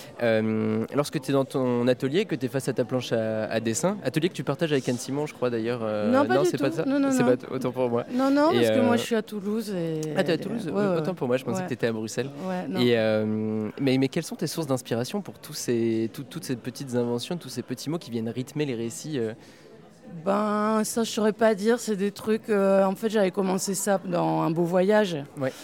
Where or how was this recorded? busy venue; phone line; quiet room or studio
busy venue